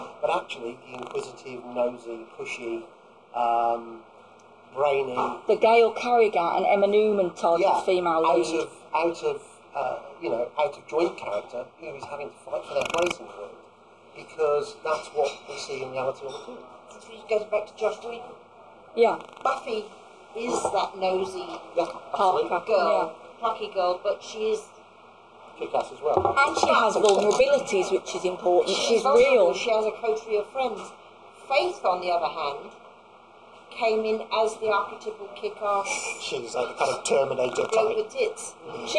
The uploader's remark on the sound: talking to us at the launch event for Her Dark Voice